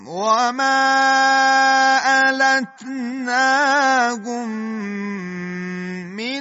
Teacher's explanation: الحقنا قلقله قاف، الحق، الحقنا بهم ذريتهم وما ألتناهم من، اینجا میم به میم رسید و ادغام شد، دو حرکت هم غنه داره، وما ألتناهم من عملهم من شيء، ادغام در میم ساکنه در حرف میم مع الغنه، نون ساکنه در عین اظهار، دوباره عملهم من شیئن، میم در میم ادغام مع الغنه و نون در شین اخفاء مع الغنه.